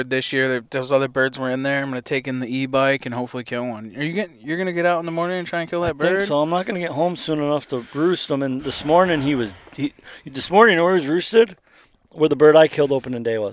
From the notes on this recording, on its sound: doing some scouting from the truck